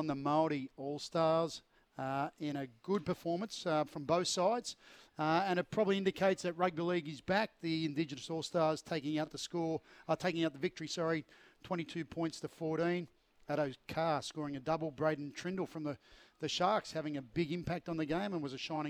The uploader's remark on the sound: live from Terrigal Trojan rugby club